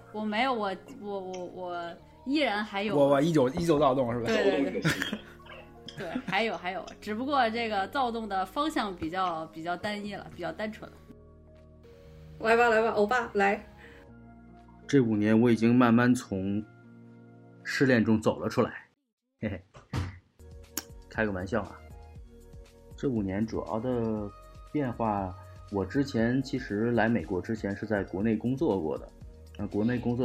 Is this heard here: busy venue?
no